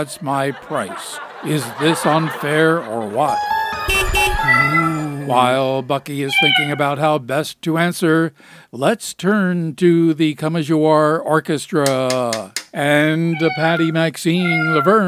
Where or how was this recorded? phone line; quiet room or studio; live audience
live audience